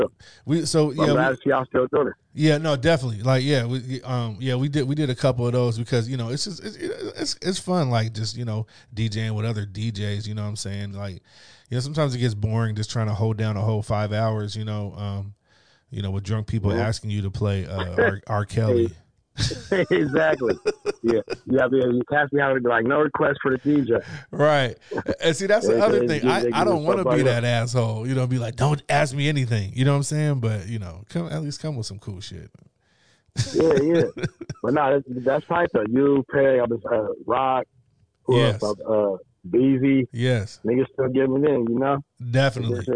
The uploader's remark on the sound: we get on the phone long distance to NYC